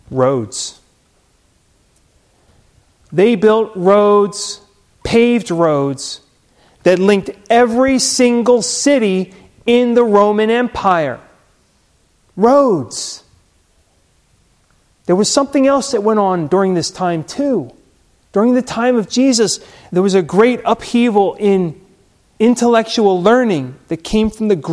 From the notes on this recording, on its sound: Recorded at Hudson UMC